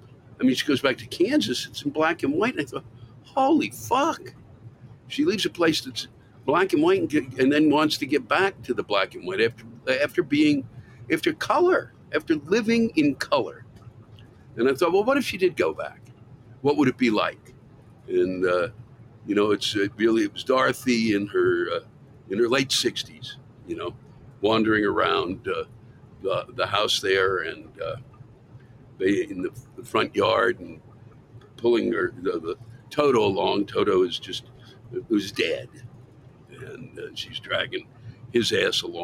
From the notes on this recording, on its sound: Recorded live somewhere on an interstate near the Colorado/Kansas border